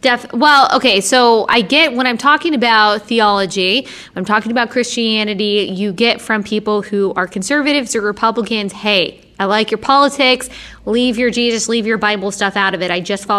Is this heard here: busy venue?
yes